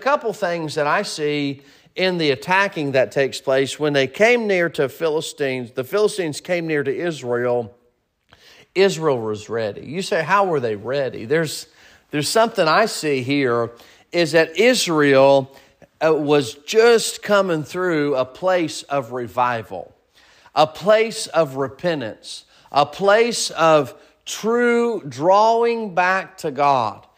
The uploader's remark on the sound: Sermon preached at Mid County Baptist Church